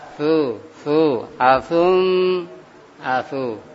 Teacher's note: Ujung lidah punggungnya ketemu dengan gigi seri atas.